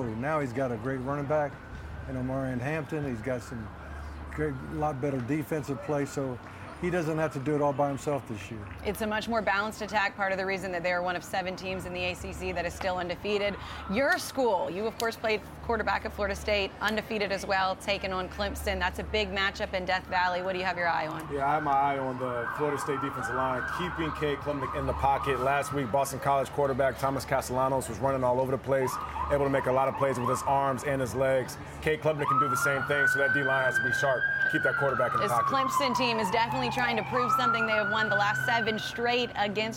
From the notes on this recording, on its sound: Live from Notre Dame as the fans anxiously await the the highly anticipated matchup between their Fighting Irish and the Ohio State Buckeyes.